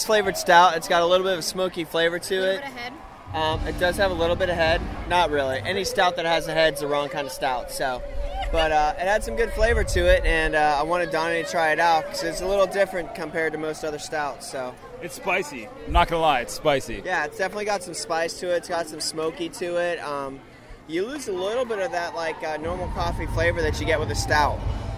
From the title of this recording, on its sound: LIVE Epcot Food Wine